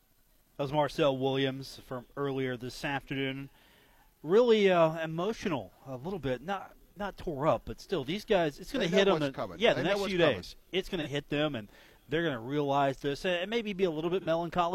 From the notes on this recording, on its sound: broadcast live from the Union Pub and Grill